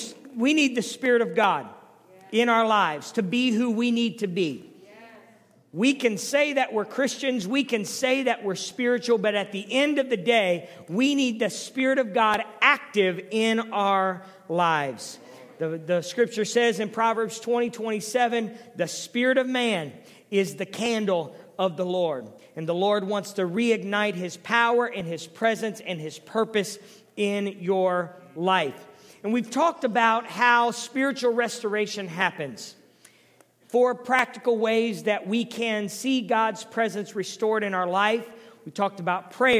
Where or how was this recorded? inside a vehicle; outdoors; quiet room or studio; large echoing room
large echoing room